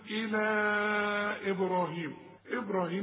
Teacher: بنقلقل الباء والراء مفخمة